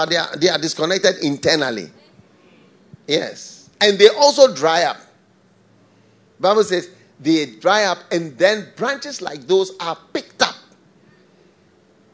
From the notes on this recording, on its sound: Preached at the FLOW Church, Accra.